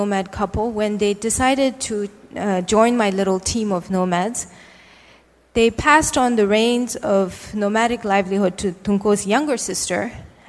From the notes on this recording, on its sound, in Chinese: 一席现场